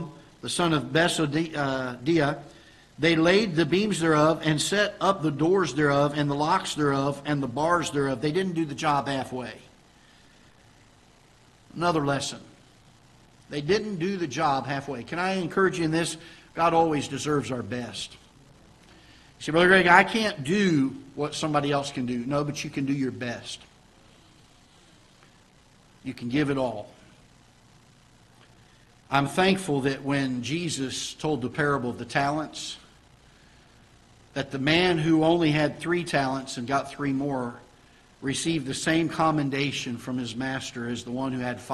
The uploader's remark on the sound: Ketha Heights Baptist Church ~ Live Broadcast